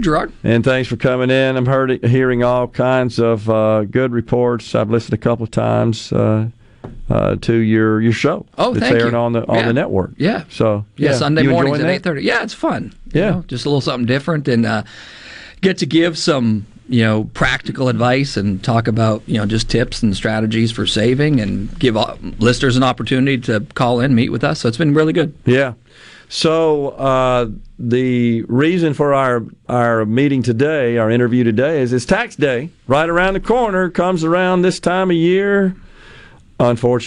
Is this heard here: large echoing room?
no